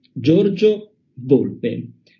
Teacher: with all the O's closed. Giorgio Volpe.